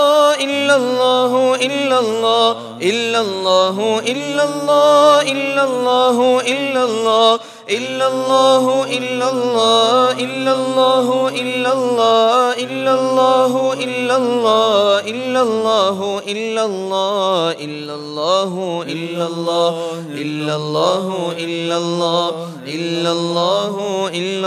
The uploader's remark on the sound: at the Houghton Masjid (West Street)